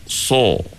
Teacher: bila kita sebut huruf sad ni, sebahagian besar daun lidah kita naik ke atas. Bermula daripada pangkal lidah lah.